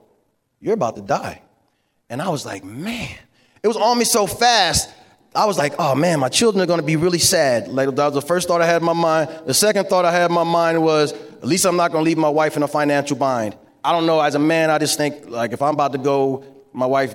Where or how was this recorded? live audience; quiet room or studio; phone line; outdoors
live audience